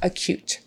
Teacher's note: Just remember that cute part, how you say it when someone is cute, it's with a K-Y-U sound, like cute, not coot, cute, acute. And the stress is on the second half